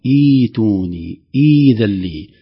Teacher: والواضح من هذا التغير أن الهمزة الثانية تتحول إلى حرف مد